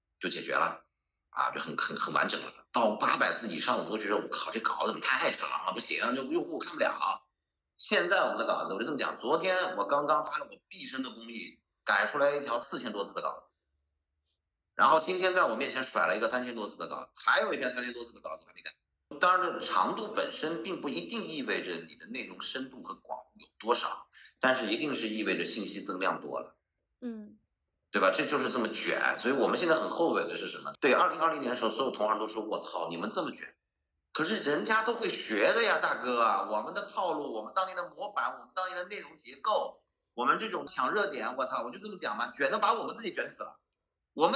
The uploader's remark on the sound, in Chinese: 我们远程用视频会议录制